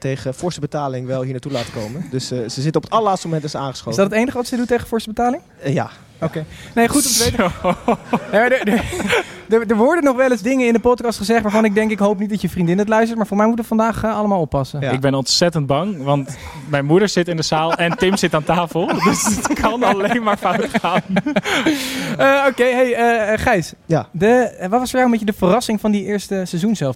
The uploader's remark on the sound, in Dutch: Zitten we live in een vol stadion! (liveshow XL).